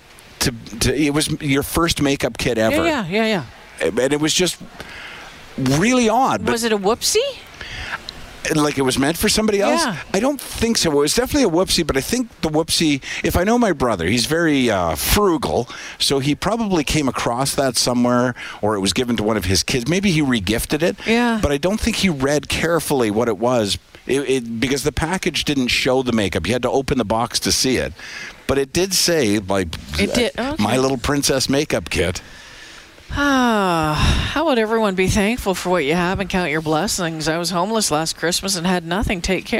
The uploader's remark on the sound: broadcast live from Santas Anonymous depot